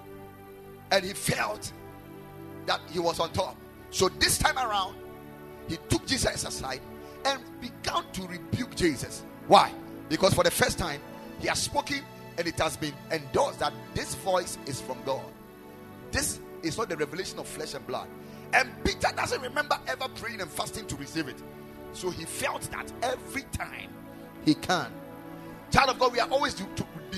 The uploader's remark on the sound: Preached at the Ekklesia Chapel